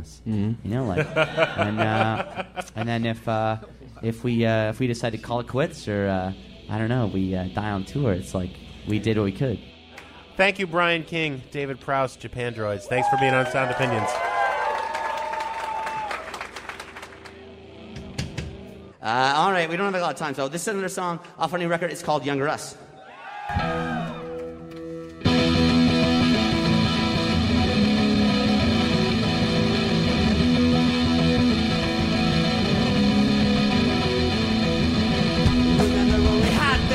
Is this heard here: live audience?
yes